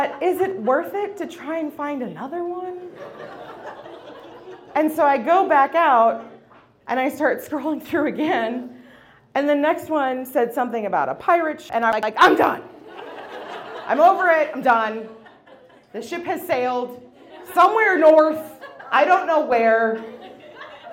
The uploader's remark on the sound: About Last Night is a monthly recurring episode releasing a single story from the previous evening's live event! Goes south is a live storytelling event out of Charlotte, NC. This podcast combines audio recordings from these live events to share with you! Goes south live events take place on the 3rd Tuesday of the month at Petra's in Historic Plaza-Midwood, Charlotte, NC.